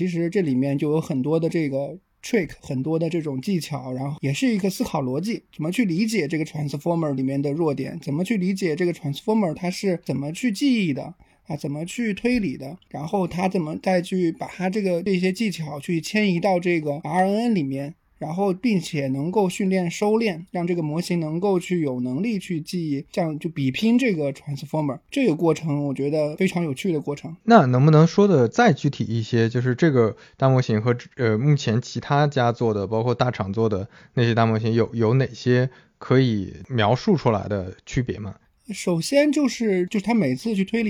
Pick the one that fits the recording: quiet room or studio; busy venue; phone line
quiet room or studio